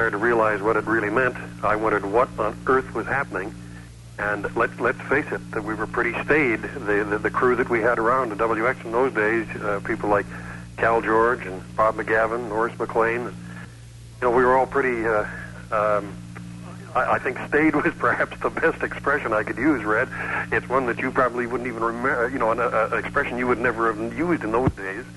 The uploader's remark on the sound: This is full of surprise in studio and call in guests as the broadcast community of Western Canada and the Northwest US say farewell.